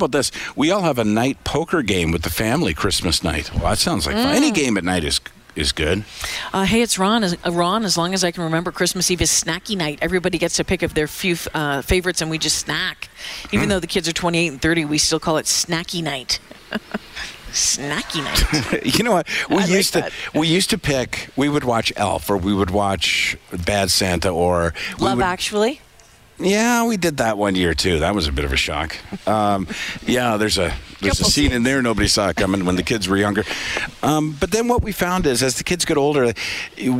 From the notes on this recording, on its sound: Broadcast live from Santas Anonymous depot.